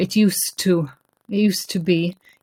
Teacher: it used to be, you drop the D at the end of used to